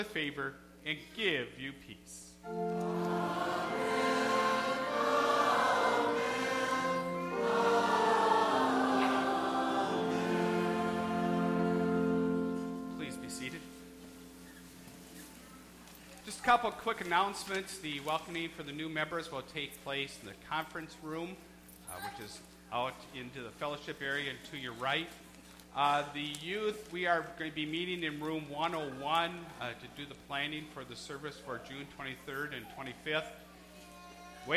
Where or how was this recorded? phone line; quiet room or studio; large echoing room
large echoing room